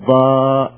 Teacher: وقد يجري الصوت بالعكس، ولا يجري النفس كالضاد، الضاد تقول ضاء مثلا، ما تصطدم وتقف مع الضاء، وإنما فيه استمرار فيجري الصوت